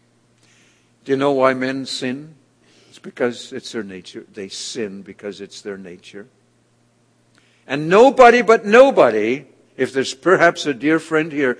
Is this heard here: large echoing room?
yes